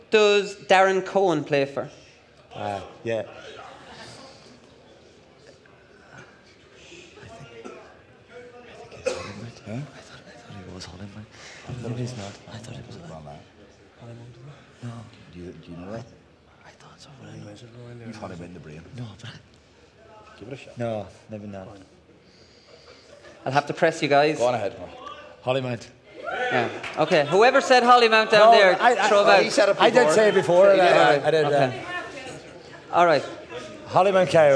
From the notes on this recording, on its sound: Live from Westport.